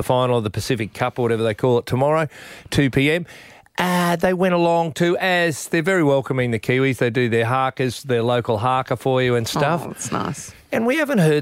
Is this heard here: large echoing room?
no